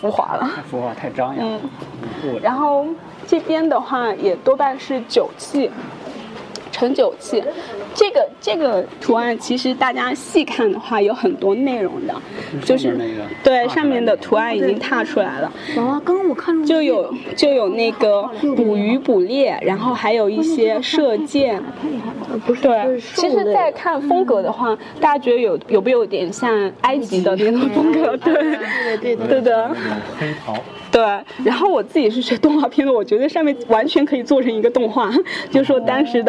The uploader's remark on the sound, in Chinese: 这期节目，我们播放的是9月25日在上博青铜馆的现场录音。